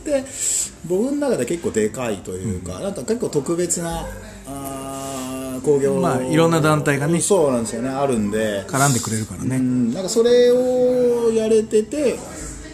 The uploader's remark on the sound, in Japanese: 花鳥風月ファイティングジムにて収録したよ